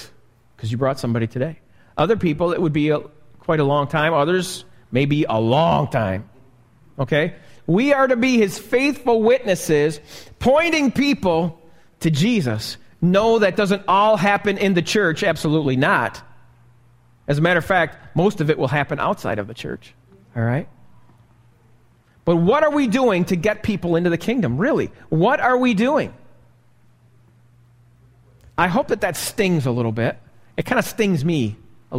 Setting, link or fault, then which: setting, large echoing room